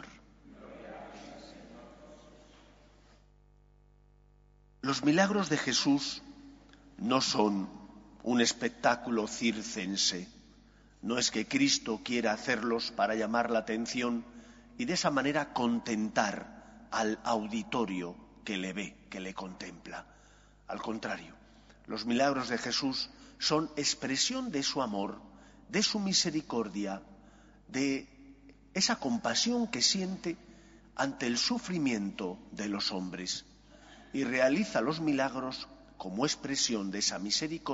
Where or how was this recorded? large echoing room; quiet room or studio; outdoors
large echoing room